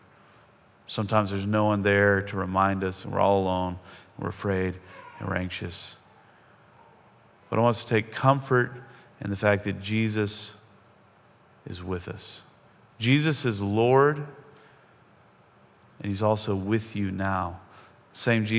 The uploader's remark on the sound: Most of this podcast is a sermon that he preached at Cross and Crown Church in Seattle.